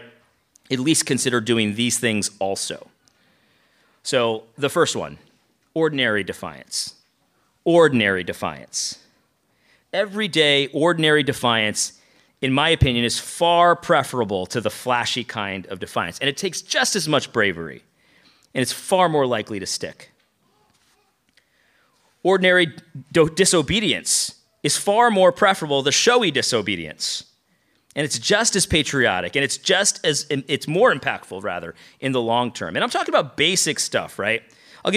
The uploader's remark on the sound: lecture from our recent conference